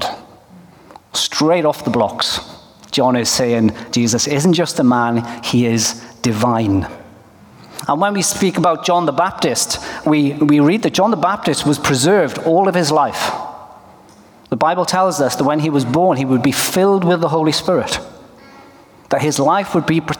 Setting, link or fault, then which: setting, live audience